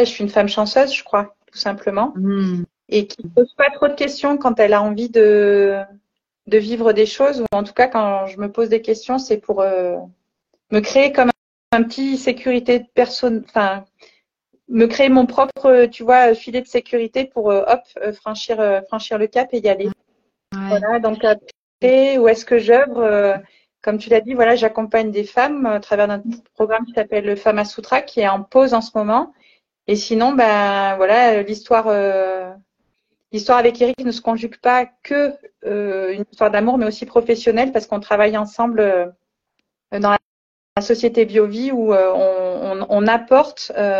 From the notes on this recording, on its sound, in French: il s'agit d'une rediffusion d'un live Instagram